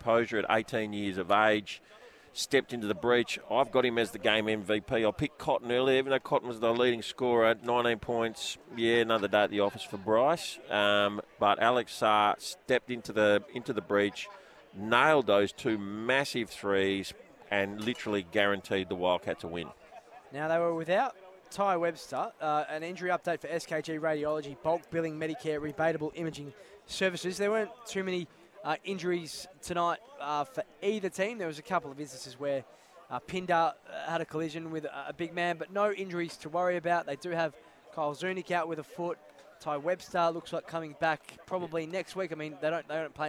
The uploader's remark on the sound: LIVE from the RAC Arena